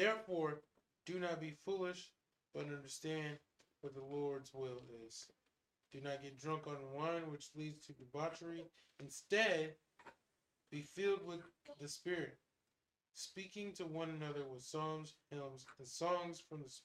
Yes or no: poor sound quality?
yes